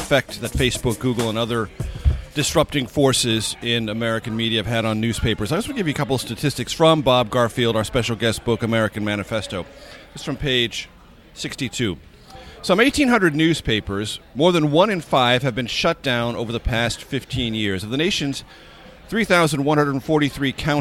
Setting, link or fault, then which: setting, busy venue